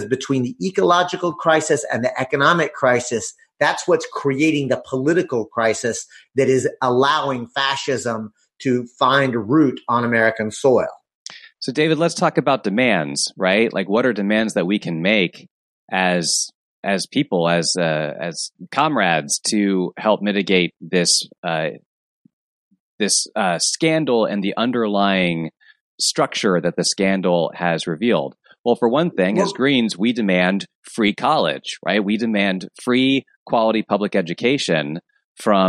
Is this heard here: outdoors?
no